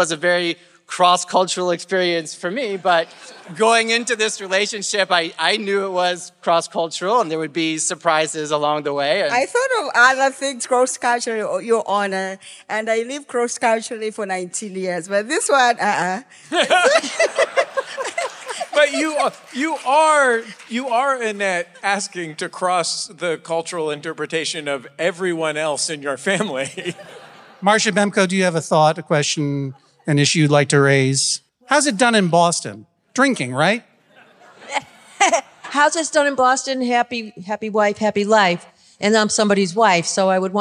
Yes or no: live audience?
yes